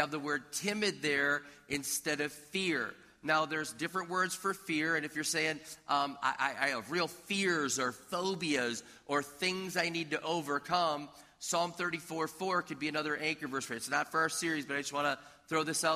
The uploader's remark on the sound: This audio was taken from a previously recorded video at River Valley Church in Minnesota.